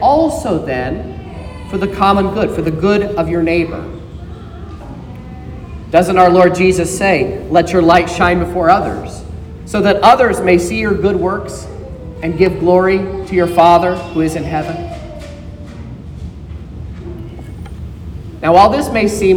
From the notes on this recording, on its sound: This is the sermon preached at Trinity Lutheran Church in Vallonia, Indiana